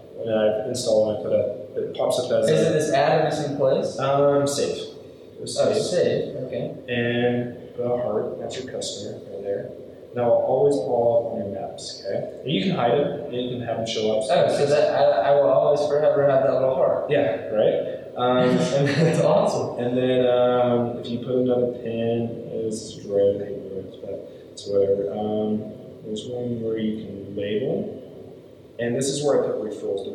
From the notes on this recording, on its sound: sorry about the audio, the primary got lost, and so this is on the backup audio